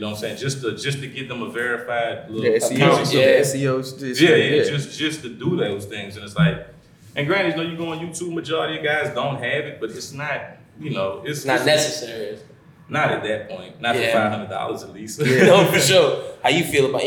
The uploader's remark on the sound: This week we're releasing the Panel part of BWT Live.